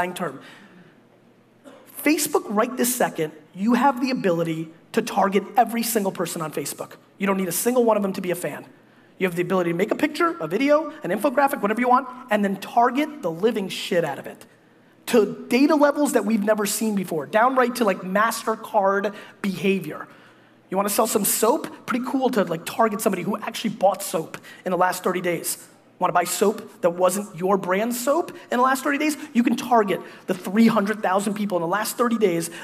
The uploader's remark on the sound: Toronto 2014 Keynote. A keynote I gave at the Canadian Music Week Digital Media Summit.